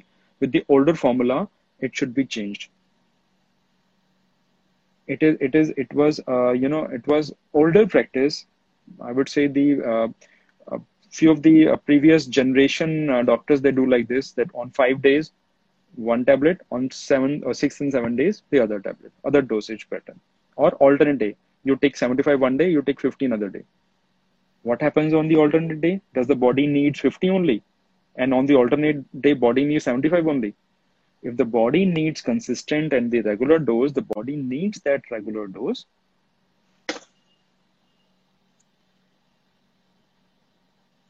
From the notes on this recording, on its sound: This podcast is an audio excerpt of the Instagram live series